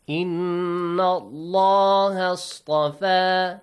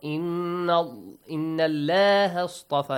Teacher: the letter lam in the word Allah, produces a heavy sound · Shown in: first take